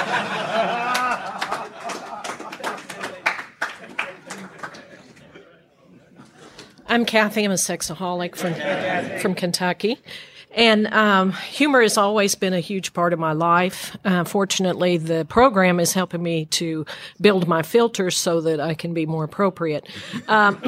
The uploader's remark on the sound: Laughing At Recovery - 2017 Newark Conference. This share comes from the 2017 Newark NJ Conference.